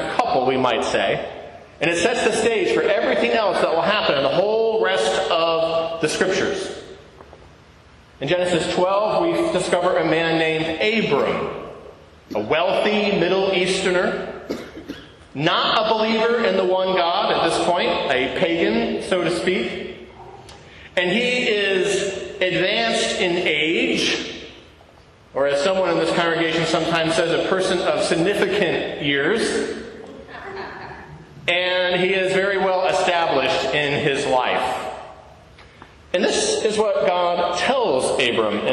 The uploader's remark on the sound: To a live congregation of St. John’s Episcopal Church, Dubuque, Iowa.